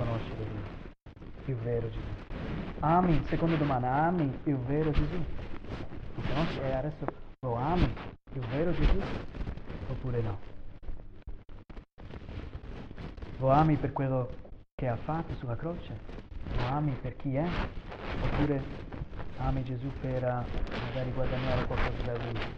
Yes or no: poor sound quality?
yes